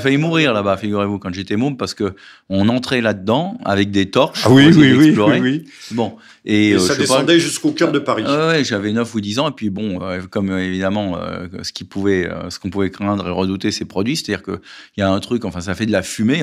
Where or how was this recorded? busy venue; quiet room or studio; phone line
quiet room or studio